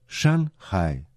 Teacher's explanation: Обратите внимание на то, что первый иероглиф «шан» произносится в четвертом тоне, а иероглиф «хай» – в третьем